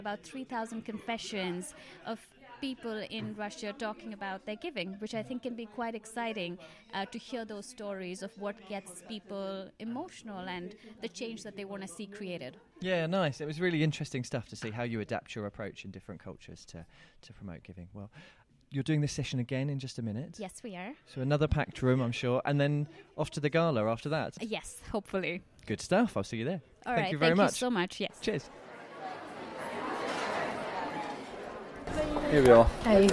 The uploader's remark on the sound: Live from IFC 2019